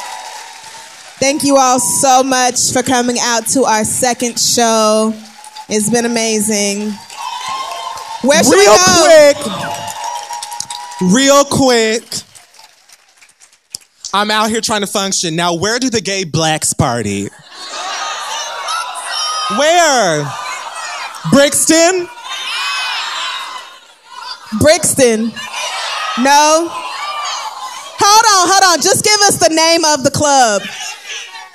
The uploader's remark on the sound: The Read Live From London